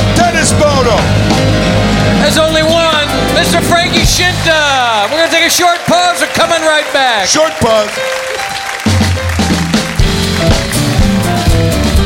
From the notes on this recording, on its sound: Live At the SouthPoint Casino